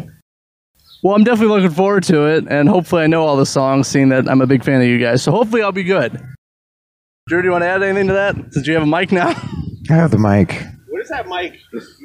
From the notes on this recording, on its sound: Before their headlining show at The Music Factory in Battle Creek, Michigan. Episode was filmed on location at The Music Factory in Battle Creek, Michigan.